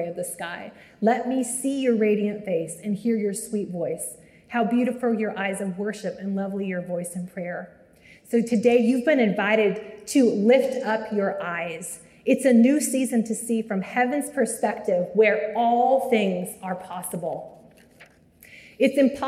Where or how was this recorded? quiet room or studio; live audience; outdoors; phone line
live audience